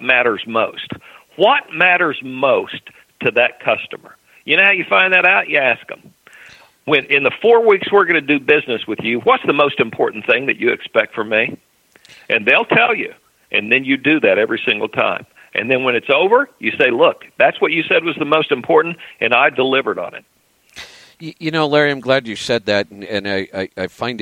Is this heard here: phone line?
yes